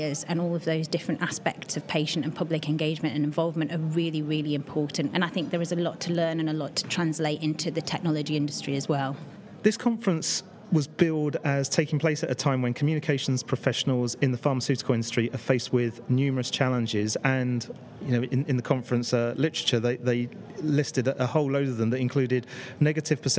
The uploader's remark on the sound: recorded in partnership with PRWeek UK at their PharmaComms conference in London